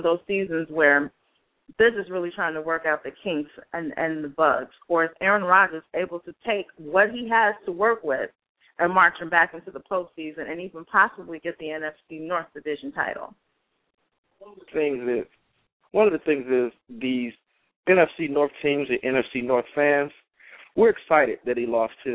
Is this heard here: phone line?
yes